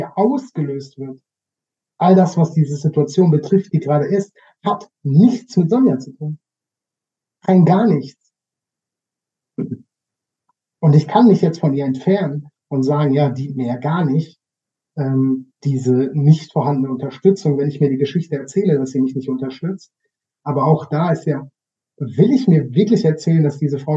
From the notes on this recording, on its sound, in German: Ich mag mich für die Ton-Qualität entschuldigen, da ich da etwas unaufmerksam war